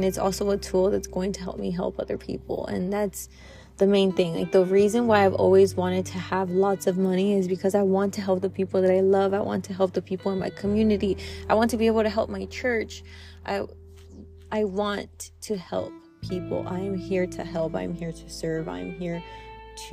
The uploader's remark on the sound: Impromptu, in the car.